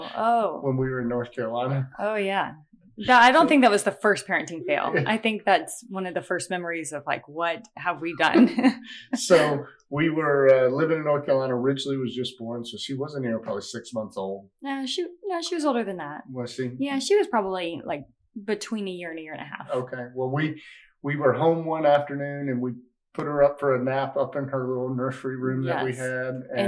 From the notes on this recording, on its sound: Please excuse our mic issues this episode.